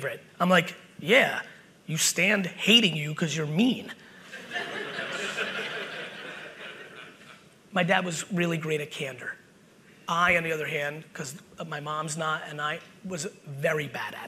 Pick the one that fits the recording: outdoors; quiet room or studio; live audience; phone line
live audience